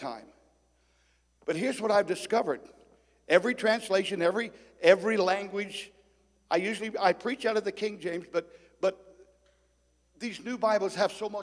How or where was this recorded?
large echoing room